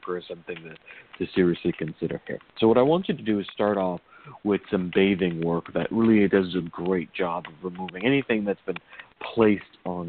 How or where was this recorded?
phone line